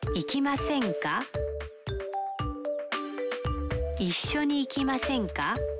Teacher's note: Se agrega ka y se eleva la entonación al final.